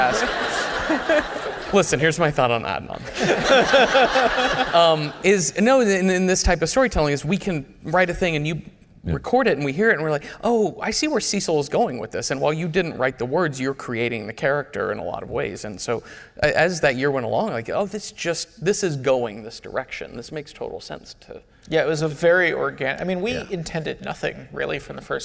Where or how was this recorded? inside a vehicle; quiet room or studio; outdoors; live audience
live audience